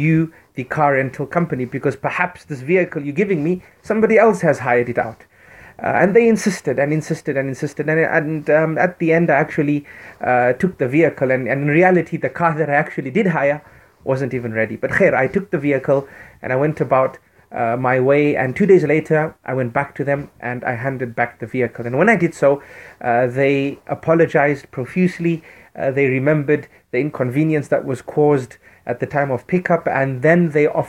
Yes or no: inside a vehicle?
no